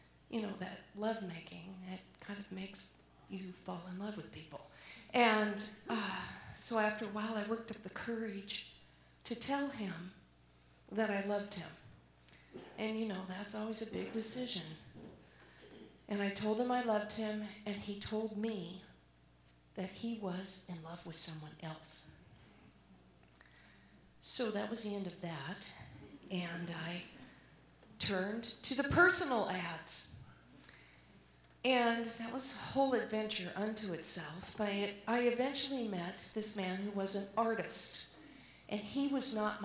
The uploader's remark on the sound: live at the Alberta Abbey